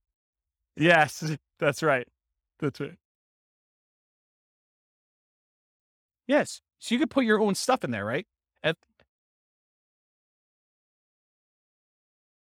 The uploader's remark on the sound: This was a live class recorded